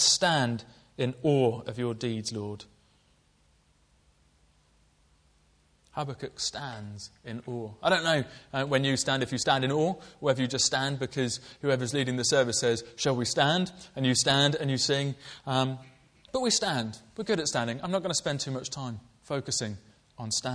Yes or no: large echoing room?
yes